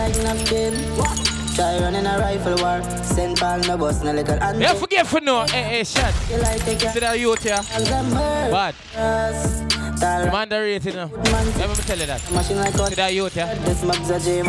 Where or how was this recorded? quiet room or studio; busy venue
busy venue